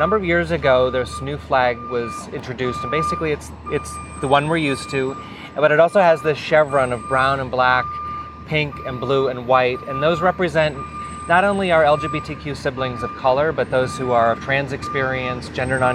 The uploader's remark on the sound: In a sit-down conversation at Anniversary Park in Downtown Hollywood for the upcoming My Hollywood Pride Festival.